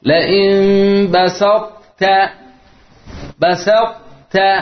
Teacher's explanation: تبدأ كأنك بطاء ساكنة وتنتهي بتاء مفتوحة مرققة · Term: اطباق باقي